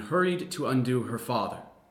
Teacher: It is rhotic, the R is being articulated in all positions.